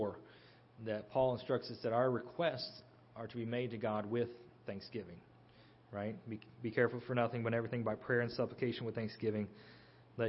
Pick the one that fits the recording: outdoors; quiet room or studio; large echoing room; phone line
large echoing room